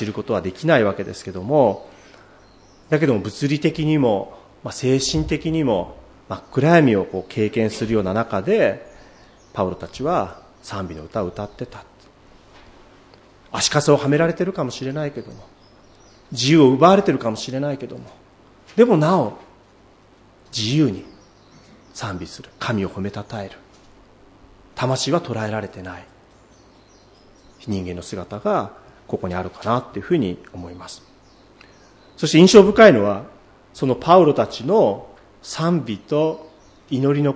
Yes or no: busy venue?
no